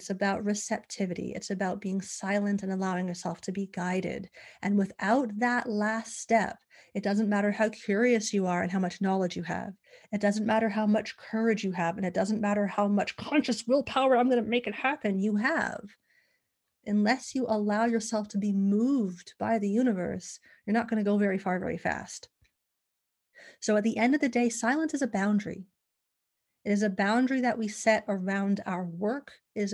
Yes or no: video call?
yes